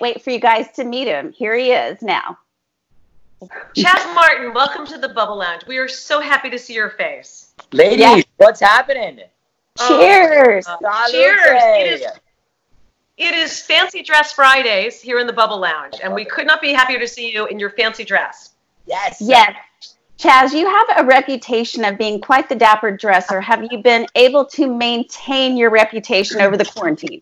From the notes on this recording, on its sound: THIS EPISODE IS A REBROADCAST from a Facebook Live event.